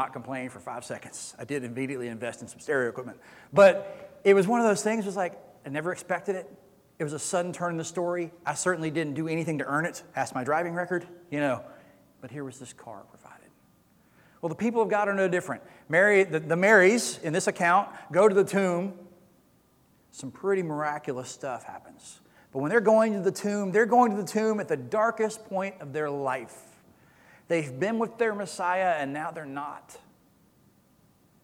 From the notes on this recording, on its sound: Recorded sermon from Easter Sunday April 17, 2022.